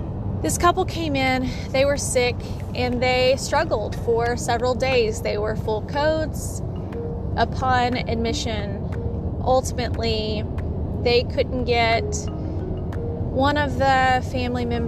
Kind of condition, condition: setting, inside a vehicle